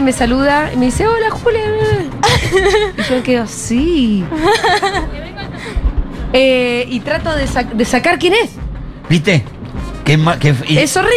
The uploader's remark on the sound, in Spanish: … en vivo en Yunta Bar